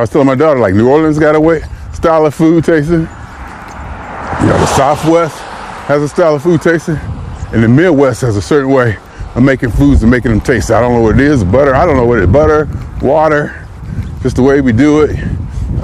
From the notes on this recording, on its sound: Me Walking Talking